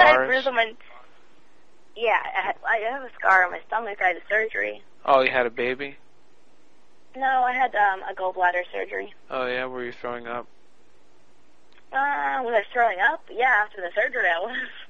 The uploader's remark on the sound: Personal Prank Phone Calls Collection